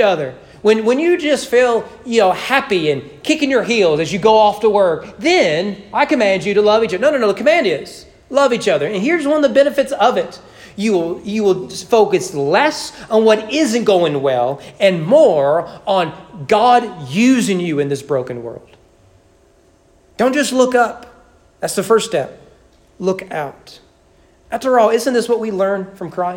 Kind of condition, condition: setting, large echoing room